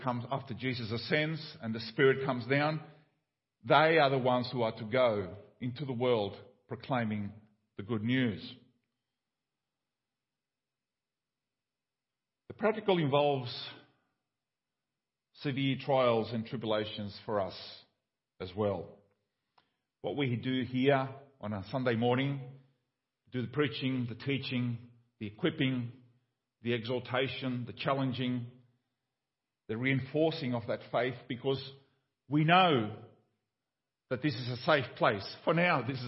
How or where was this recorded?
large echoing room